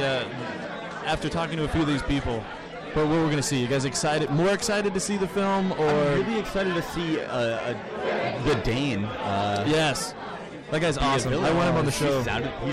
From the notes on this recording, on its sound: We broadcast live from the Sensorium Pictures film screening!